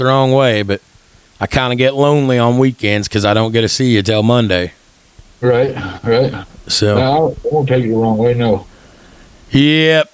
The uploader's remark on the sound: Record remote from two different locations over the phone, testing out their new $50 equipment mod.